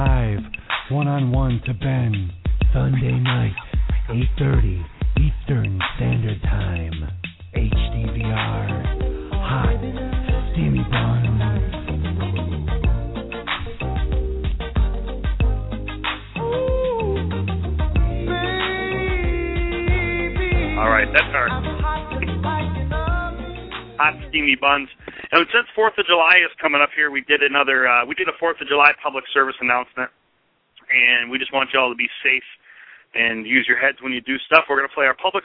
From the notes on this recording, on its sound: Live Vendor Call In radio show